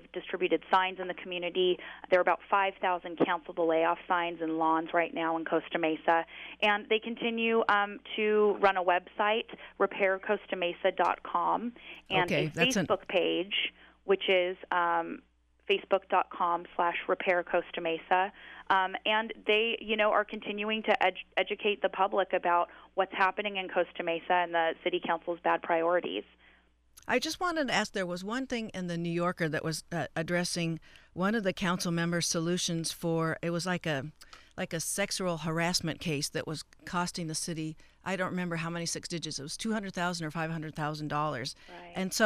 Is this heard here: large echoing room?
no